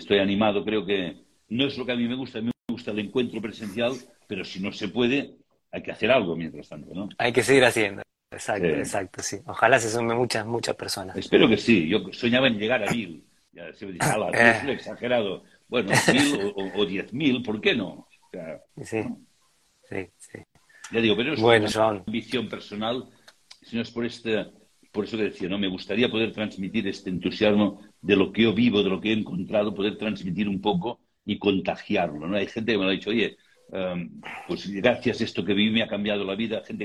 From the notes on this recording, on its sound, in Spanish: Audio de la charla en vivo por Instagram